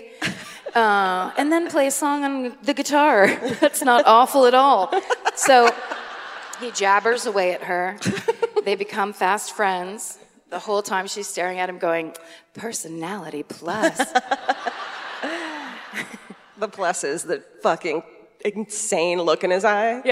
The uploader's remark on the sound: Live at the Community Center Theater in Sacramento